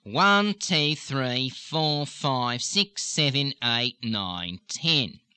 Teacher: really pumping the back in the tongue and opening up the nose for the harsher version of the Australian accent